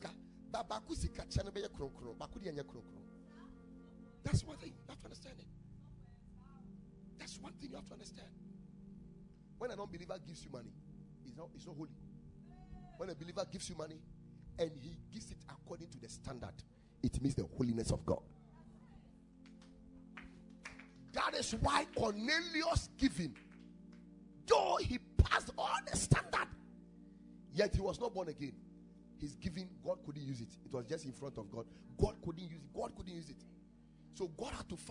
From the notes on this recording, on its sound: Preached at the Ekklesia Chapel